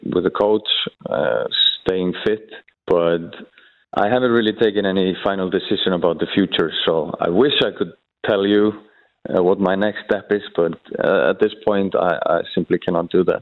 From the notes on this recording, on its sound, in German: Er packt am Telefon